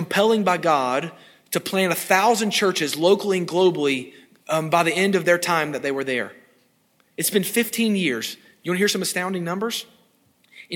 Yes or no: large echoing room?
yes